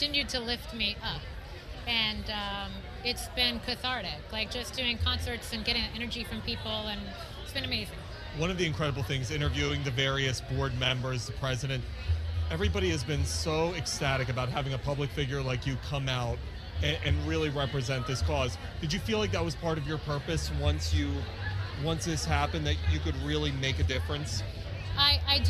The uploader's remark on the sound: Live from the Tick-Borne Disease Alliance Masquerade Ball in New York.